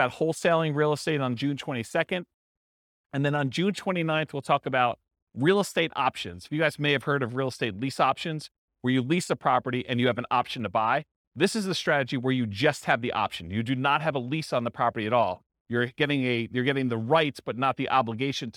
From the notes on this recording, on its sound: This was a live class recorded